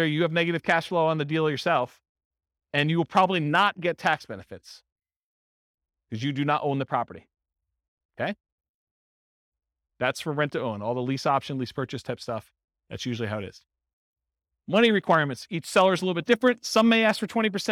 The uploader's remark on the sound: This was a live class recorded